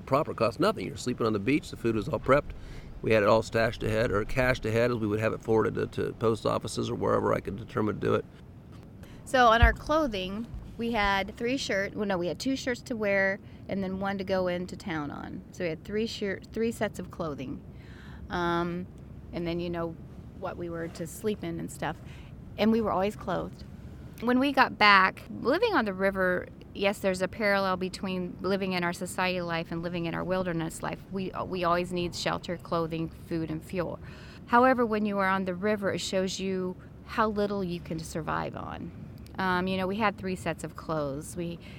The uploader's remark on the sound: It was recorded on March 30, 2017 on a log on the right bank (descending) looking to Cairo, Illinois, from the confluence of the Ohio and Mississippi Rivers.